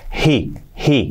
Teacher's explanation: La H no puede ser ese sonido prohibido, tiene que ser aspirada. He, he, una H suave, he, he, he.